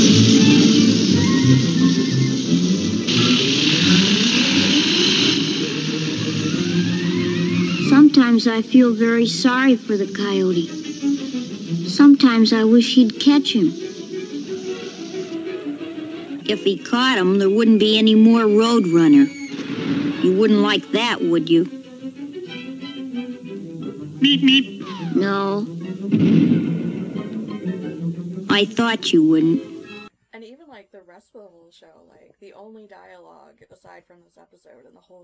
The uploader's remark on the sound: There were some slight audio issues with this one, as this was the first episode in over a year with two people recording in the same room.